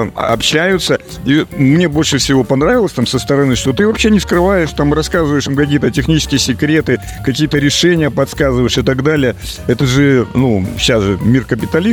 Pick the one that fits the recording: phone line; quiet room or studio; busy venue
busy venue